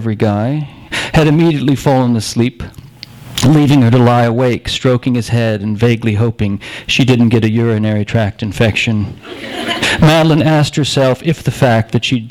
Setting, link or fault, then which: setting, live audience